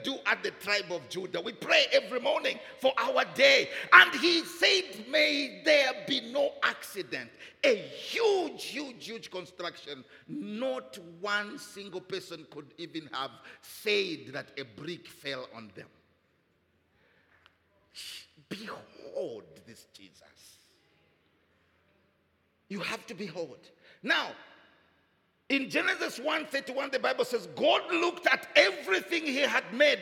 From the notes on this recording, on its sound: Recorded Live at Doxa Deo Tshwane Central on Sunday 11 February 2024 (Morning Service).